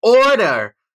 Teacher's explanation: a word that has an R in the second space, but you don't hear an R, so it's like, order!